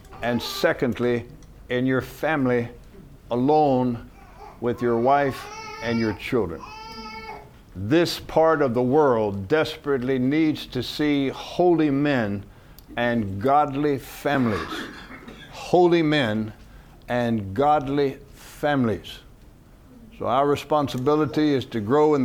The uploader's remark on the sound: From the HeartCry Asia Conference 2023.